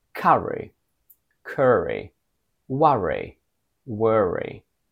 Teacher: As far as I can tell, American does not have the a-r combination, and they say er instead.